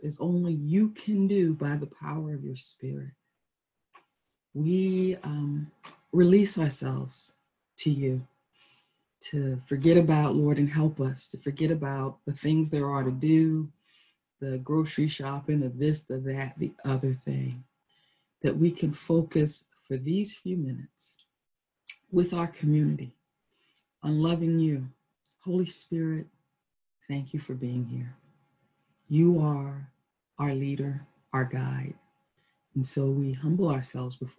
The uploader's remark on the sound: Our Zoom streamed service